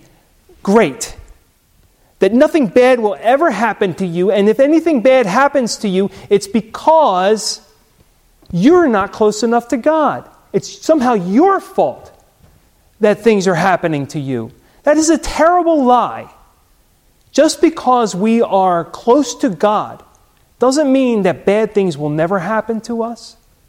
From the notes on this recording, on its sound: Recorded at Hudson UMC